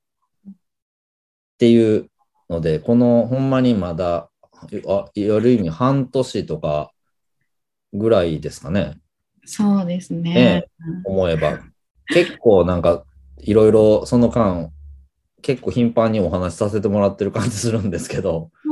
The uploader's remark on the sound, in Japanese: 本編は2022年1月27日に「Zoom」を使用して収録されました